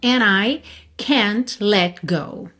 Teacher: Então, olha, and I can't, você não ouve o D de and, ele não faz and I, poderia, tá? Mas a gente sabe que é muito comum também omitir esse D e juntar o N de and direto na próxima vogal